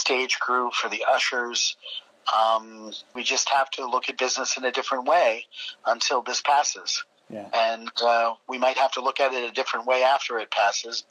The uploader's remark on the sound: We got on the phone with the folks behind the online content programming for four New Jersey arts organizations.